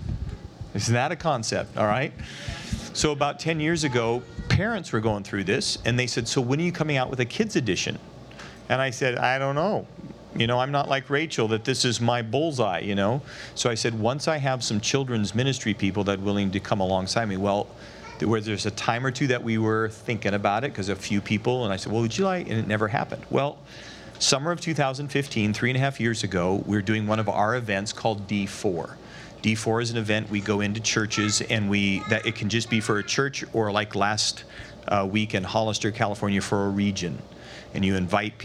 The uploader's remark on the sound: The following audio comes from the National Disciple Making Forum by Discipleship·org.